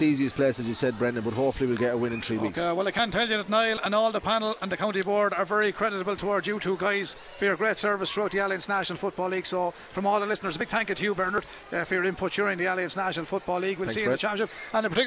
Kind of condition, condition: setting, busy venue